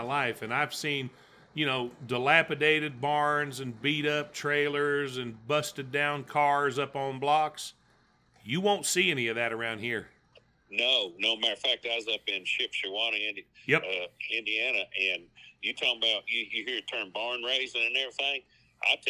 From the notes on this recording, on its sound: on the phone for this weeks episode